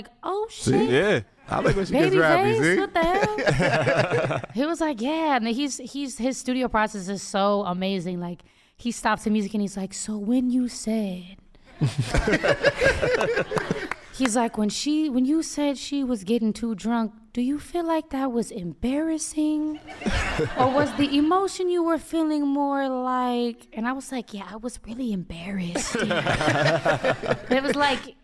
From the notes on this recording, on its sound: In front of a LIVE audience.